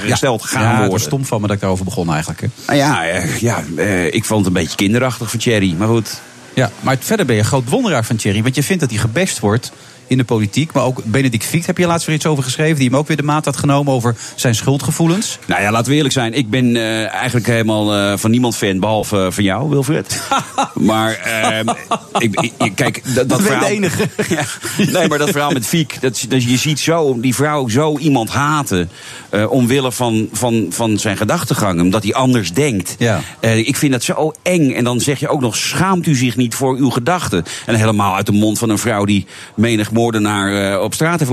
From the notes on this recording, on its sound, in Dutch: Op BNR, live vanuit het Amstel Boathouse in Amsterdam.